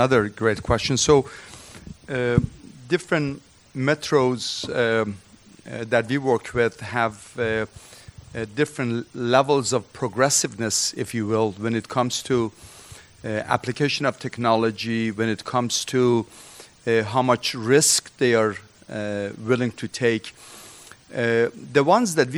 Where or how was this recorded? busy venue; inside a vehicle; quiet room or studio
busy venue